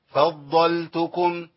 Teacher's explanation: ضاد مشدده، يعني ضادين اثنين، يبقى لازم يجيب لي اثنين